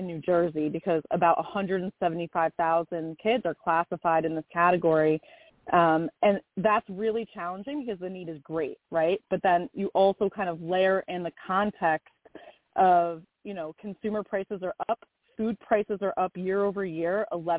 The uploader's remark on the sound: I take live callers as well!